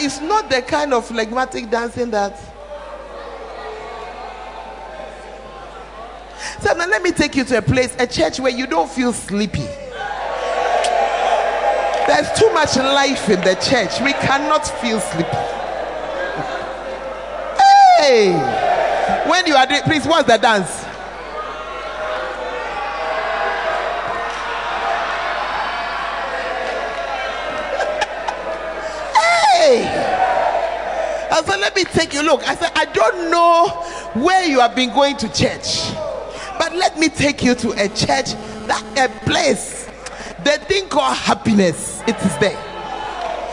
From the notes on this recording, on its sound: Preached At The 12 Foundations Of The Bacenta Camp